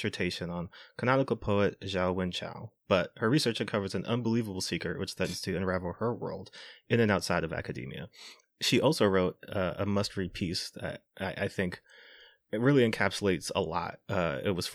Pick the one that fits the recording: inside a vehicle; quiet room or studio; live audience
quiet room or studio